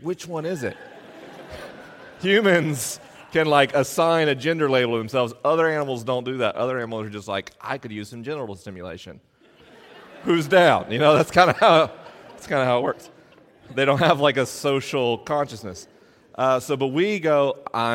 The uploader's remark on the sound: LIVE in Grand Haven, MI. This week is a live episode: the questions are unscreened and the answers are unrehearsed.